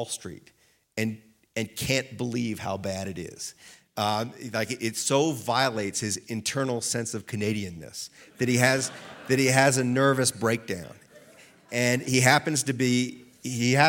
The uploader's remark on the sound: Recorded live at Aspen Words.